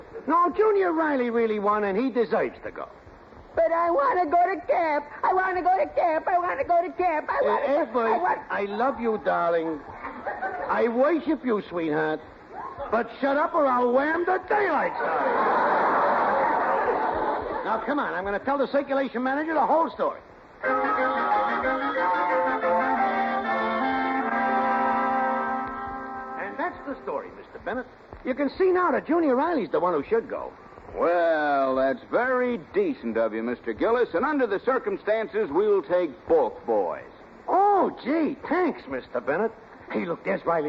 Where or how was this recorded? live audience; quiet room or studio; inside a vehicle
live audience